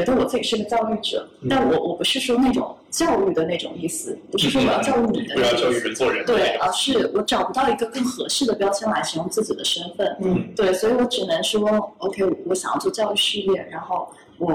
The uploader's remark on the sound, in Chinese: 这期播客音频部分片段可能影响收听体验，我们尽力补救过。如果有能够规避收音糟糕的解决方案，欢迎告诉我们。